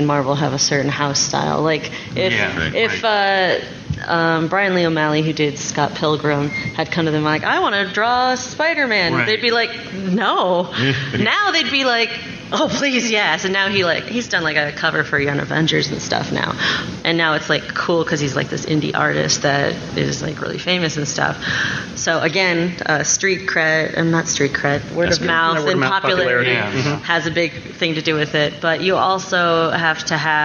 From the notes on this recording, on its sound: Comics panel at Nerdtacular 2014